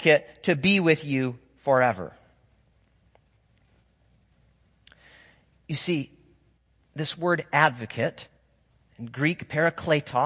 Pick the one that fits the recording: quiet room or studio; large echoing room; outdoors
large echoing room